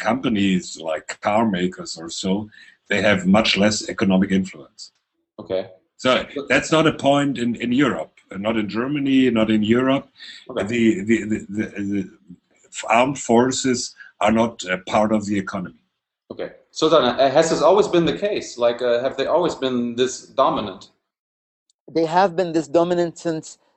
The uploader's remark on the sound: Recorded on July 3, 2013 in a Live Hangout